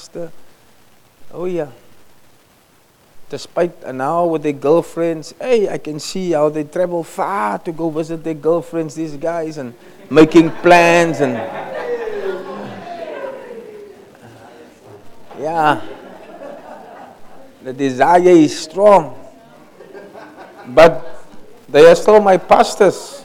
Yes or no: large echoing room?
yes